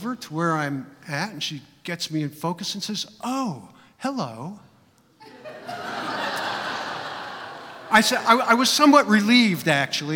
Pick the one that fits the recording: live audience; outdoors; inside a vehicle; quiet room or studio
live audience